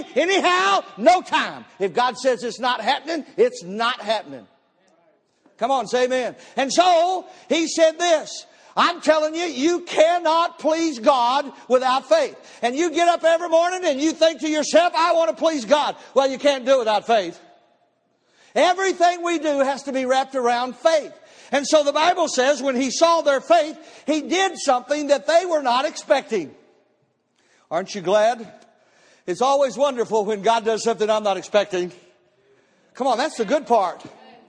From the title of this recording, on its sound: Missions Conference Service 01 - Audio